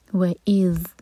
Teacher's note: ذال پر تھوڑا ٹائم دیں، رخوا کرتے ہیں ذال ساکن پر